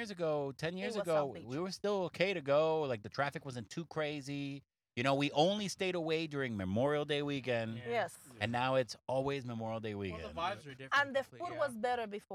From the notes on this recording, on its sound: On this episode, we are in the car